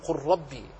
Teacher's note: هذا حرفان متجانسان متقاربان جدا اللام والراء، أدغمها وقل قل ربي ولا تظهر.